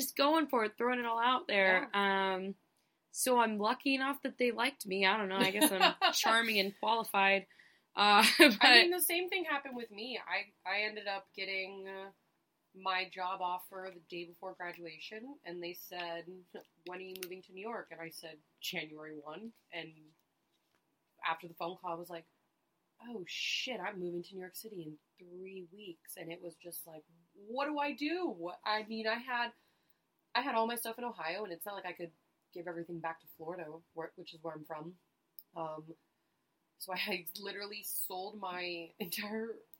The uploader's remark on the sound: We didn't figure out we had technical issues with the mics until after the episode had been recorded multiple times. We apologize for the audio quality during this one.